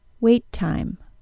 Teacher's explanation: I had only one puff there, not a separate puff for each T sound. · Term: linking